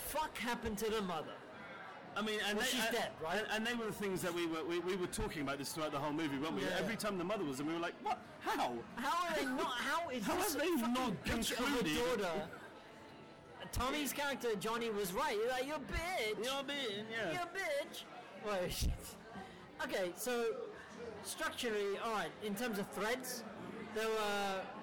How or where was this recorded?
busy venue